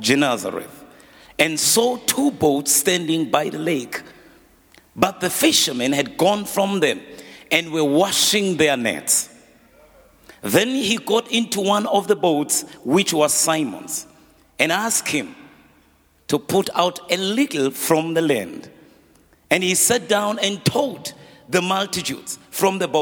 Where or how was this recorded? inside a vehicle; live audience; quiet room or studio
live audience